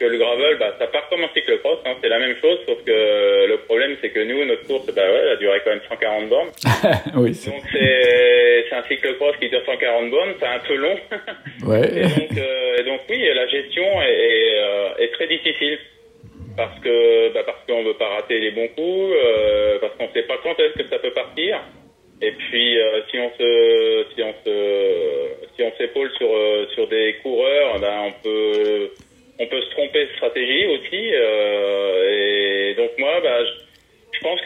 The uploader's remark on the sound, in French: j’appelle au téléphone